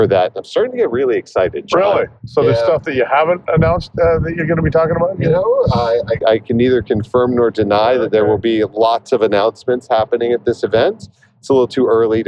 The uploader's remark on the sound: recorded on December 3rd, 2023 live from the Autobahn